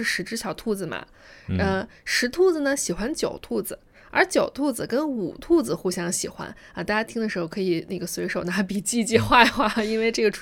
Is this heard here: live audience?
no